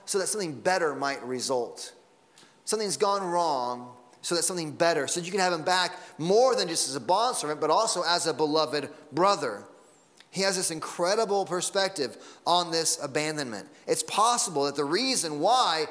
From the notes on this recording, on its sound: Sunday Morning Sermon Audio